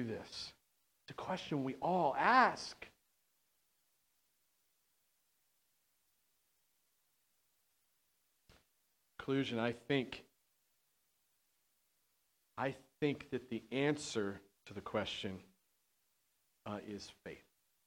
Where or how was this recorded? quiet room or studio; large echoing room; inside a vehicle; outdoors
large echoing room